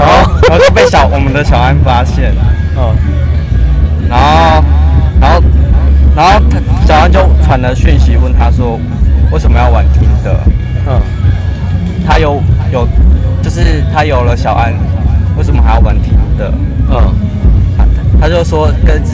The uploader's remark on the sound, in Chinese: 野外錄出。在意音質者請注意！！！！錄音來自2020年漂遊者音樂祭現場收音。